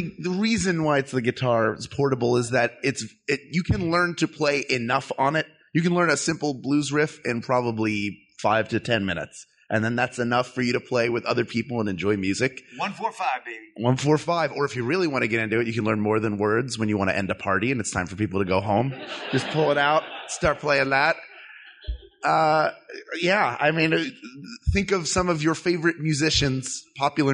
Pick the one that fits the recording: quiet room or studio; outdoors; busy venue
busy venue